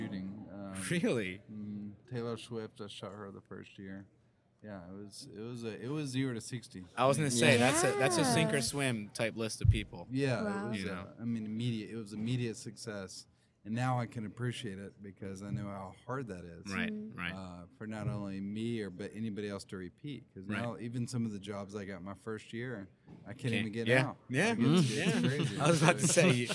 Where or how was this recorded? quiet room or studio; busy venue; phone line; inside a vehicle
busy venue